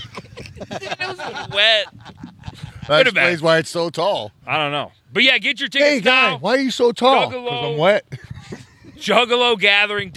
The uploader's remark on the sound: Live from the poolside, it's the Second Palcast Pool Party!